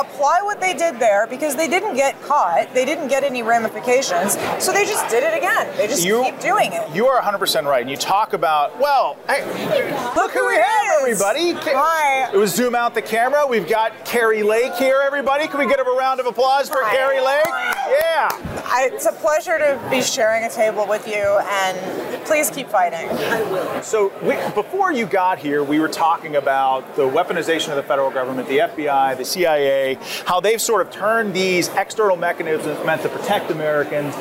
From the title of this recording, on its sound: Battleground LIVE from CPAC